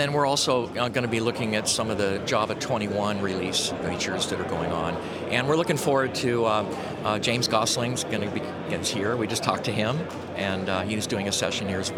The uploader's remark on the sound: Report of Devoxx '23 in Belgium. Over 3000 Java developers, speakers, and enthusiasts gathered to share their knowledge and learn from each other. I got the opportunity to walk around with a microphone and talk to visitors and speakers. There were just too many people and too many exciting sessions happening simultaneously.